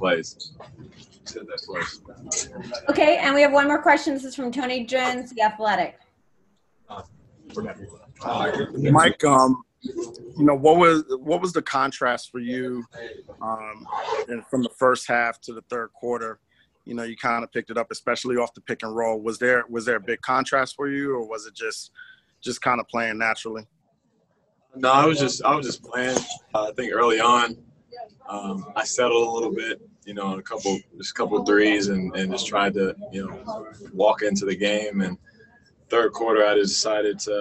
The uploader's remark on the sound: Addressed the media via Zoom conference after the Utah Jazz dropped their first exhibition 101-88 to the Phoenix Suns in Orlando.